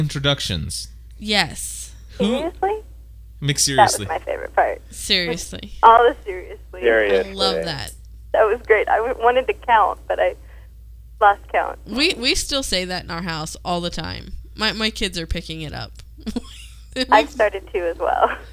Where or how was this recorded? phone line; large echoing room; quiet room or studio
phone line